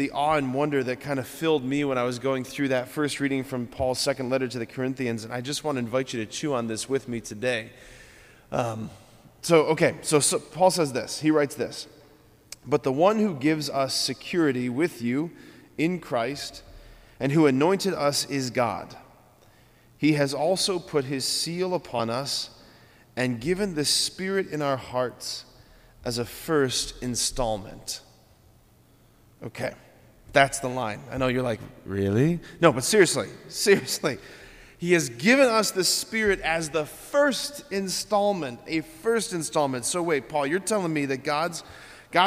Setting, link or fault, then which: setting, large echoing room